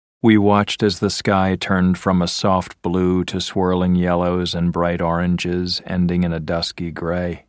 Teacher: you probably found it boring to listen to because it was spoken in a monotone